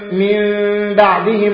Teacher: تلامس الشفتين، بيحصل فيهم إيه؟ تلامس، ملامسة، ما بيتركش فرجة · Term: ملامسة الشفتين